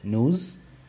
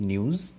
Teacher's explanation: The Americans use oo instead of you. · Shown in: first take